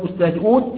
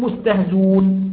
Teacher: لما ألقى حركة الهمزة على ما قبلها أسقط الهمزة · Shown in: second take · هذا معنى كلمة أخملة، اللي هو لما نأتي ونحذف الهمزة خلاص فتسقط الهمزة فلا وجود لها.